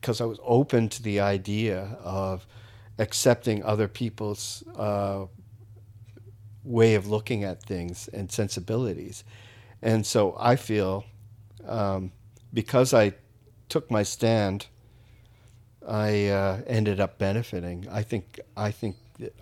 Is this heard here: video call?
no